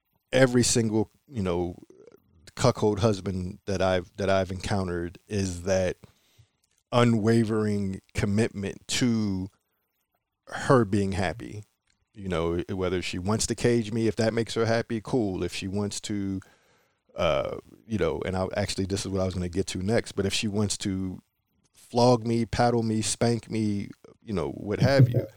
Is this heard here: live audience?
no